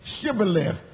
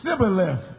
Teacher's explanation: They knew that the children of Ephraim couldn't pronounce the word Shibboleth, because they couldn't make that SH pronunciation with your tongue at the roof of your mouth · Shown in: first take